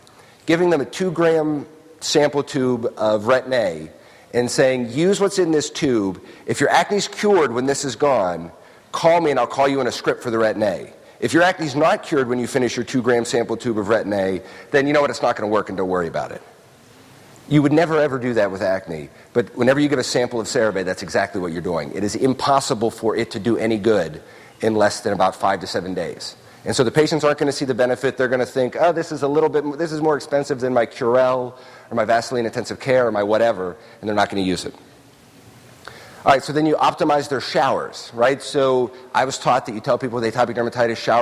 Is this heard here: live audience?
yes